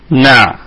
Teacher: نعبد الكلمة طبعا كلها مرققة، والعين نراعي فيها صفة البينية لأنها ساكنة